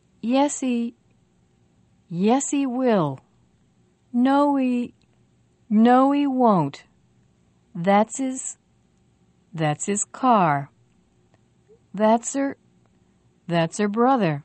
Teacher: So we link the sound before h, h, to the sound after h, h.